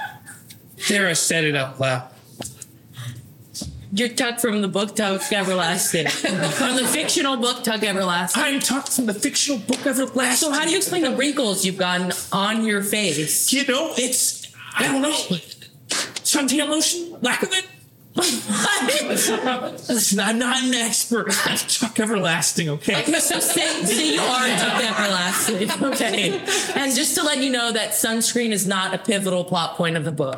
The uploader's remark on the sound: LIVE FROM THE WCT. I think I found the right settings to record.